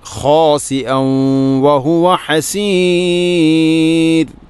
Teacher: തൻവീനിനെ വ എന്ന അക്ഷരത്തിലേക്ക് കൂട്ടി ലയിപ്പിക്കണം. ഖാസിഅൻ വ ഹുവ ഹസീർ, ഹസീർ റായിനെ തർഖീഖാണ് ചെയ്യേണ്ടത്. · Term: ഇദ്ഗാം നാഖിസ്